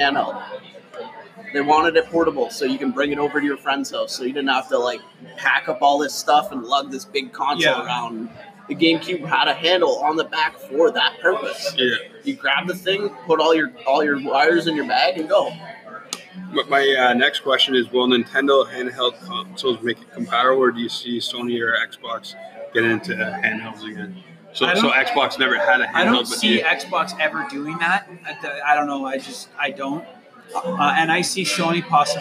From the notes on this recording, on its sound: Recorded at Salute Coffee.